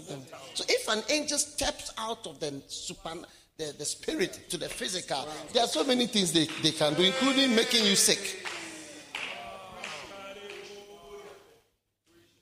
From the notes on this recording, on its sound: Preached at the Wisdom Impartation Service.